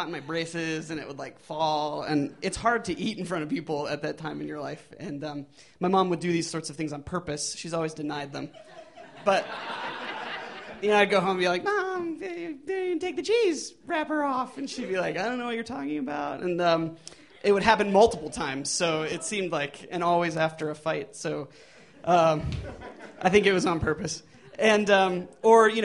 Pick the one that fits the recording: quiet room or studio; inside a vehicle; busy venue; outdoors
busy venue